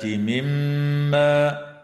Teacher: وتغن الميم المشددة من كلمة مما